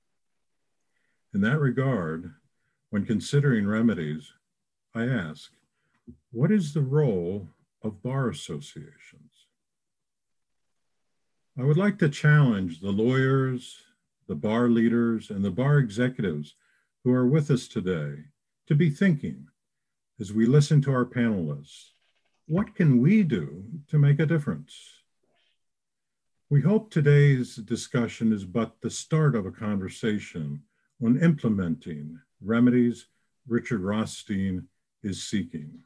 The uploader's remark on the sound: held a virtual panel discussion